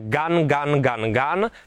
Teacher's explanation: Přitom pracuje měkké patro a kořen jazyka a prorezonováváte zadní část. Takže gan, při g a n je krk zavřený, při a se otvírá, a, takže klepete kořenem jazyka · Term: gong